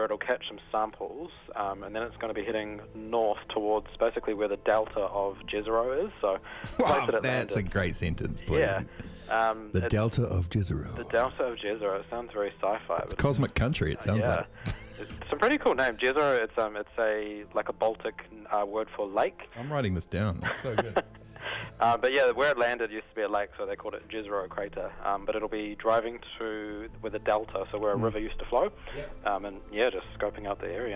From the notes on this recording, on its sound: phones in to chat